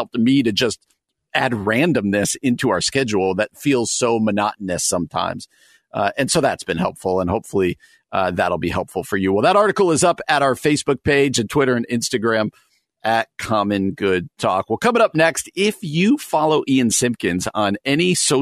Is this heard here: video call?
no